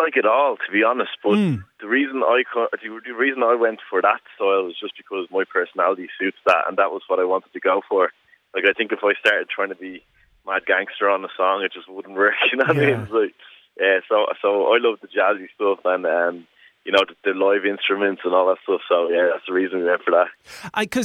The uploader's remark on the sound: Over the phone. Originally broadcast on Irish Beats on 26th July 2020.